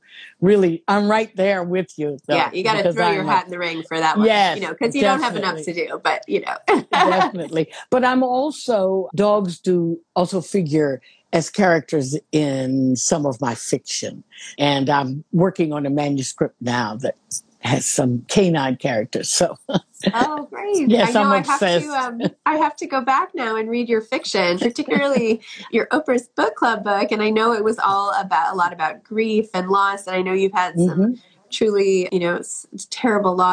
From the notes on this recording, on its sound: Their conversation, released here as an episode.